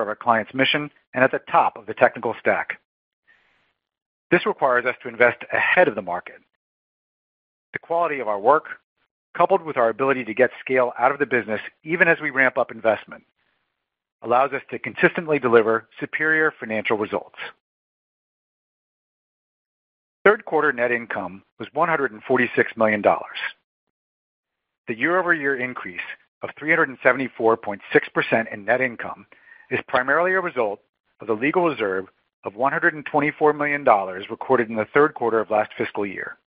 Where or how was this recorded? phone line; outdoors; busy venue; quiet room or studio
phone line